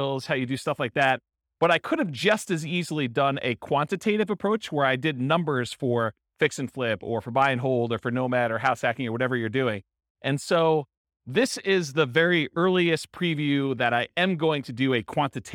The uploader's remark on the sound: This was a live class recorded.